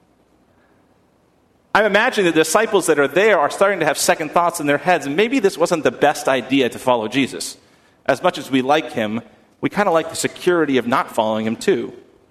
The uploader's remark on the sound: at First Congregational Church of Houston